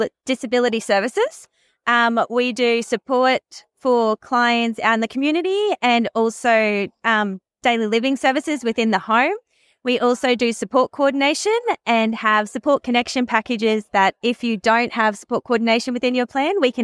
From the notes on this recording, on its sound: Was recorded live at the event. Brisbane Care Expo (Sep 2022). Speaks with a few different exhibitors.